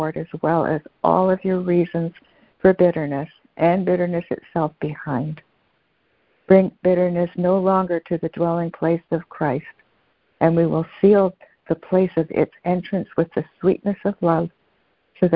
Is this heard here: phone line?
yes